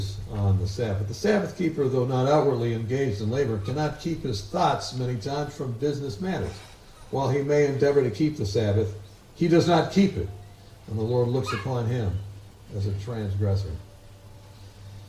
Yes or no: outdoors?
yes